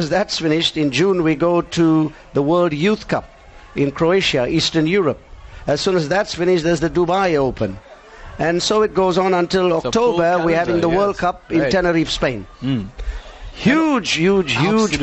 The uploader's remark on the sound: NewsbreaK Talk LIVE from the SA Karate 2017 Nationals. Live broadcast from the 2017 SA Karate Nationals.